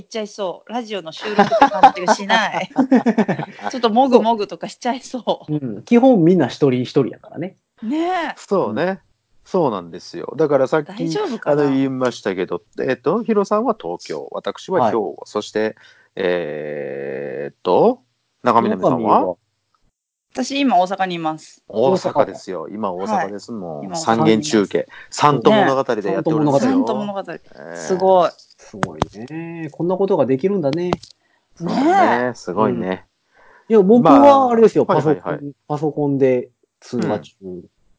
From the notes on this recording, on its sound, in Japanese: 今回はスカイプで収録。東京、大阪、兵庫全員別の場所での収録です！いつもよりも音質が…っていうのはあるかもしれませんが…